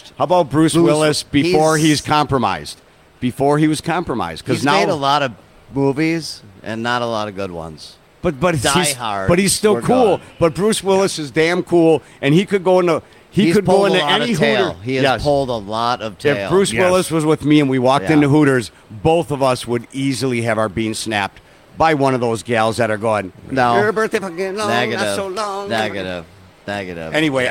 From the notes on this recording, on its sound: the owner of O'Briens Pub, Where they actually did the show live from.